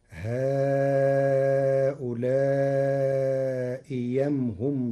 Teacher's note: قرأ ورش كلمتي هؤلاء أم بإبدال الهمزة الثانية ياء خالصة مفتوحة فتصير هؤلاء يم هم ضلوا السبيل.